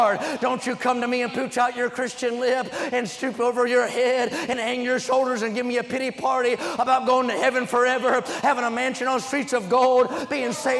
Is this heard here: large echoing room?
yes